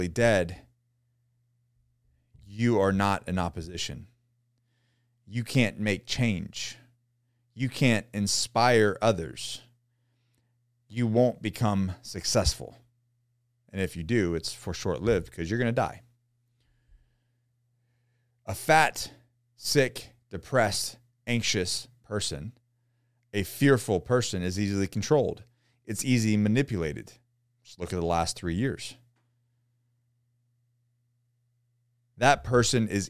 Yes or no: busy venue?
no